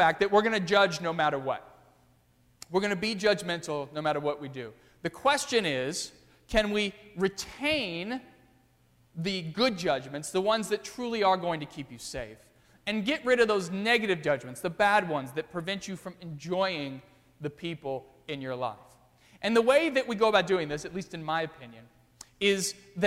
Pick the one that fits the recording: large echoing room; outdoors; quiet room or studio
large echoing room